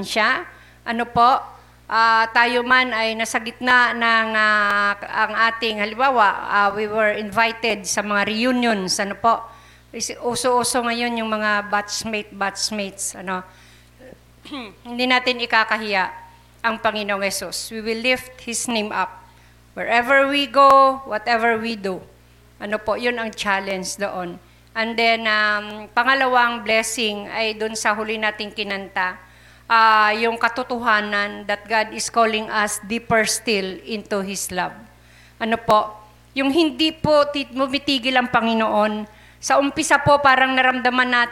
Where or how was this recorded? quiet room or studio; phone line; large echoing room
large echoing room